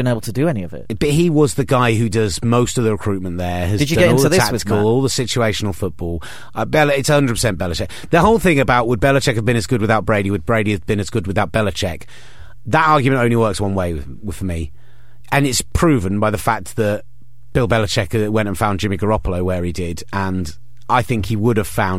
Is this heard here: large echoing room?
no